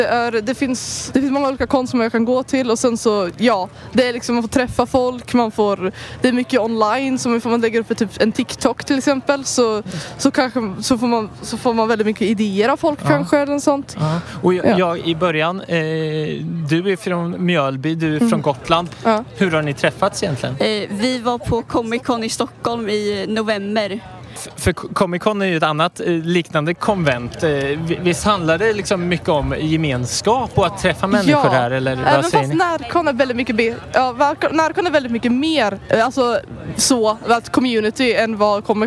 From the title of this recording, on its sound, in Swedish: LIVE från NärCon 2022